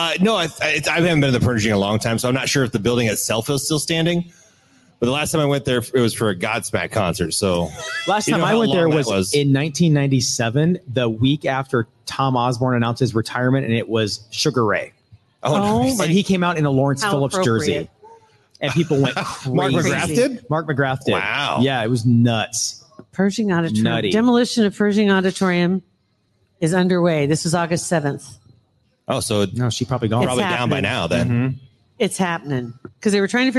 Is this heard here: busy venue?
yes